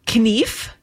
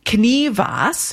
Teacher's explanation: Knief, that F was pronounced sitting by itself at the end, and then knivas, because you added an A-S at the end, and the F turned into a V. · Shown in: second take